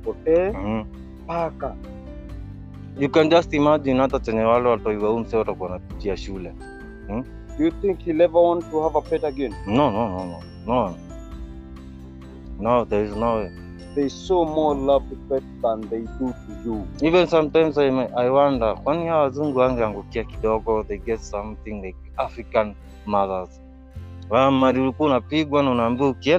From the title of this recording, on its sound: Sorry About The sound. We outside.